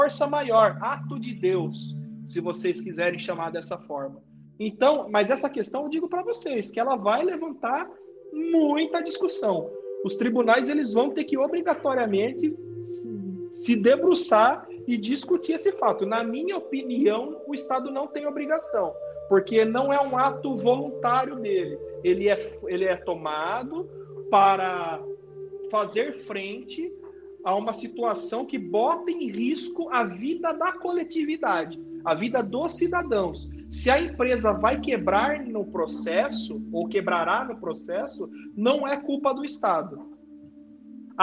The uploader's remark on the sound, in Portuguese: PodCast gravado via videoconferência.